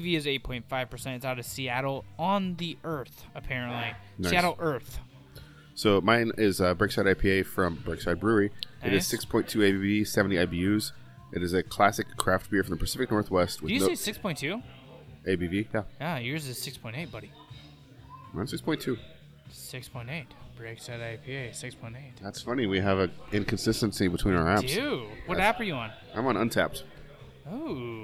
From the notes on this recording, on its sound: This week we're live from a local taproom